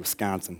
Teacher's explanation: You got to leave the first syllable out. You just put the W-I-S as W-S, and that's how they would pronounce that, Wisconsin.